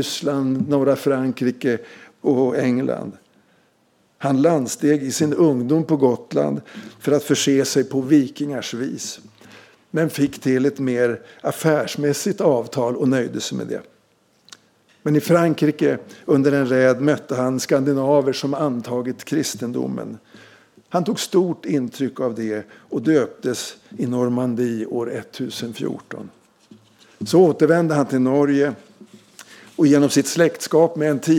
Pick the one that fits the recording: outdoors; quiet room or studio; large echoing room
large echoing room